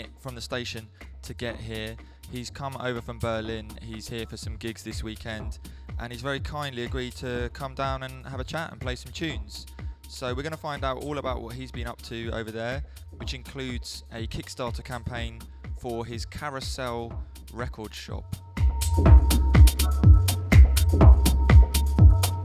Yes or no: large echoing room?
no